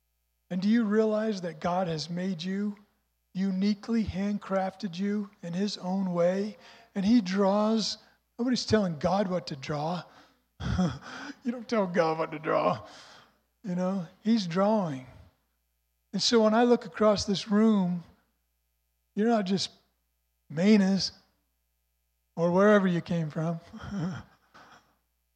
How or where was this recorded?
large echoing room